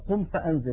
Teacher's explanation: يعني مثلا قم فأنذر يا أيها المدثر، قم فأن ينتقل من مخرج الهمزة في كلمة أنذر إلى مخرج الذال وهو طرف اللسان مع أطراف الثنايا العليا · Term: الإخفاء